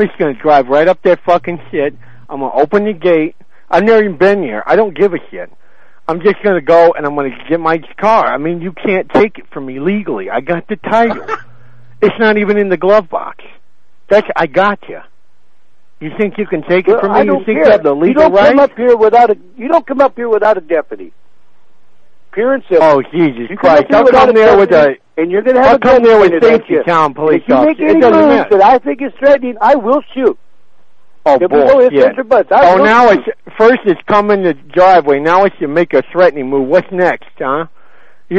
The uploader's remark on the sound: …'s Personal Prank Phone Calls Collection.